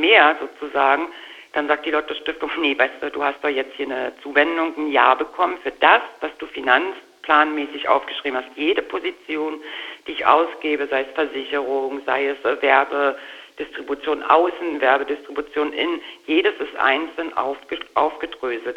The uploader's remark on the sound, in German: Phoner-Interview. Von der Fete de la musique.